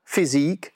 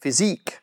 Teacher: you need to stress the second syllable · Shown in: second take